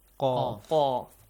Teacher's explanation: Qaf is a heavy letter, so it produces an ah sound. Yeah. Qaf is also amongst saad, dad, they are always heavy letters.